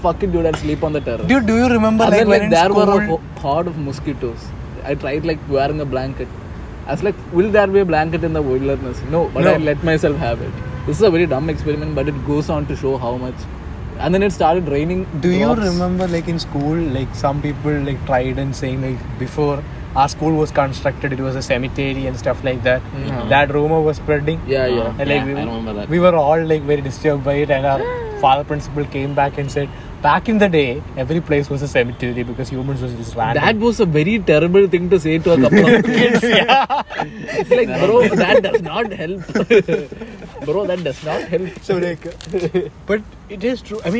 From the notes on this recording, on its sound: We recorded this episode in a cemetery.